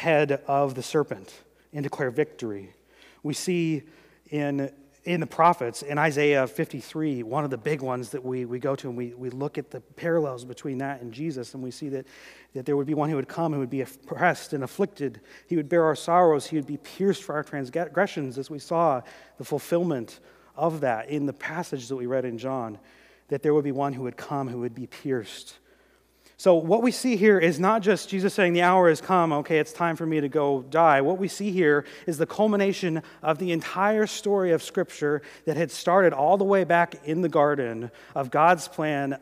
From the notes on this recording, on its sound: during the 2018 Good Friday service